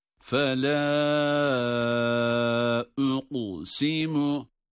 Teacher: kaf, galgale harfi ve kalın okunuyor